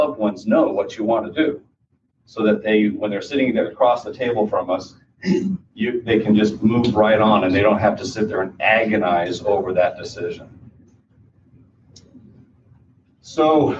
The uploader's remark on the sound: Final Wishes Seminar. This podcast features a recording from a seminar.